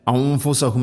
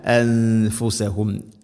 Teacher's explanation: ഫ ഇഖ്ഫാന്റെ അക്ഷരമാണ്. അതേസമയം സാക്കിന നൂനിന് ശേഷം ഫ വരുമ്പോൾ ഇദ്ഗാം പോലെ ആ ഒരു ഗുന്നയുടെ ശബ്ദം ഉണ്ടാവരുത് · Shown in: second take